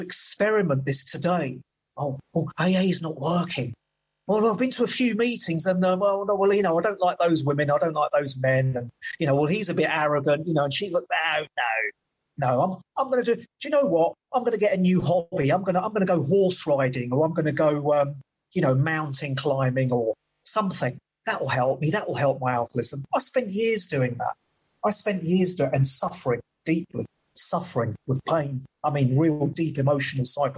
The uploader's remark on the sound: at the zoom Broken Elevator meeting held in early June 2023